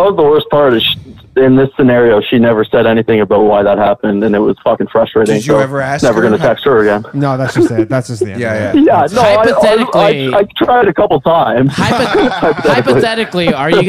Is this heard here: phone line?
yes